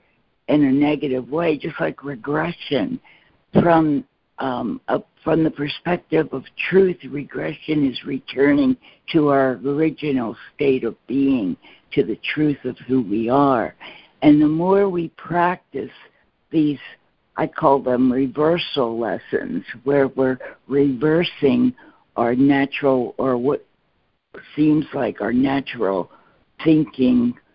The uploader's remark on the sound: ACIM Daily Conference Call.